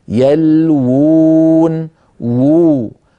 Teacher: يلوون فيها واوان، الواو الأولى مضمومة والواو الثانية ساكنة مدية